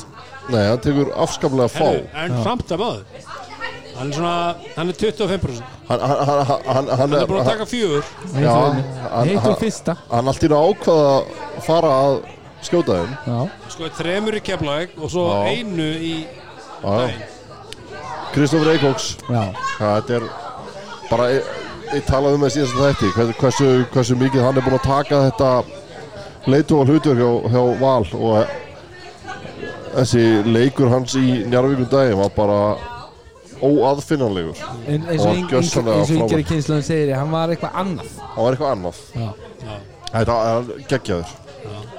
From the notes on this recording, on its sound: Live From Brons. Brons Keflavík.